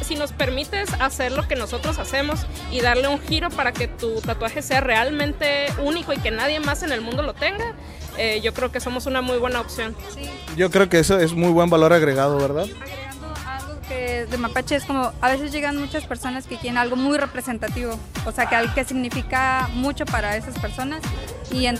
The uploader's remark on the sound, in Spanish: Recorriendo la Kermés del Paceño Showroom │ Aire Libre